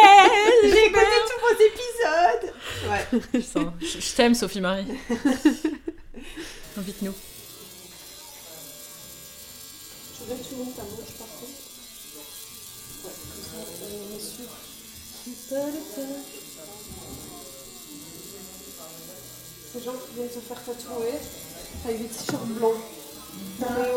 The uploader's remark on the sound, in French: Nous sommes parties, micros en main, passer une journée sous les aiguilles. Un épisode riche en bruits d’aiguilles, en chaussettes claquettes, en blagues de maths, et en rires fatigués. Avait oublié que les micros, ça sature.